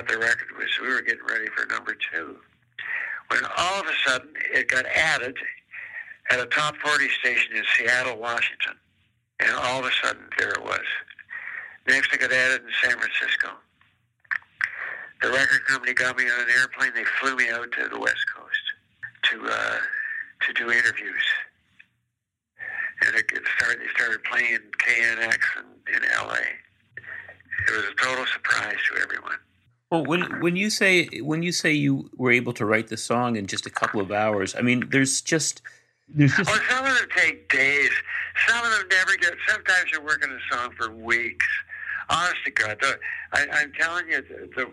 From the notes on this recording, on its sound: over the phone